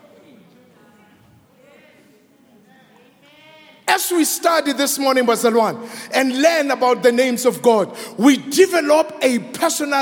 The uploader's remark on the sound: preached at Grace Bible Church Pimville on the 22nd of May 2022 at the 7am Service